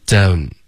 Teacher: don't 连读到 un，I don't understand。Stand 特我们要组化成一个的的音，结尾的的我们就省略，understand。然后大家要注意的是 down under 这个 down 这里你千万不要发成一个中式的东 OK 东的这个音，首先头重脚轻，开头的的特别用力，然后它特别钝东，然后它没有一个滑动嗡嗡的这个音，不是 ownOK，所以这个 I down 有一个的呜，双元音一定要有一个啊呜的一个滑动，I don'tOK，不是东，结尾的 n 呢一定要顶舌尖，不是一个 on 结尾的这个后鼻音，OK，这是一个很常见的错误，然后以前讲过无数遍，可是大家还是会反应过来想要用东，因为你的语感会跟你说这个是对的，啊、是个错误，OK，是的乌顶舌尖，don 不是东，OK，I、okay?don't understand。哦